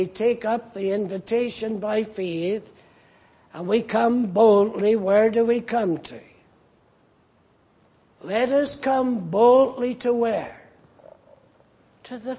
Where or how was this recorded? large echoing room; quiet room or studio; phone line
large echoing room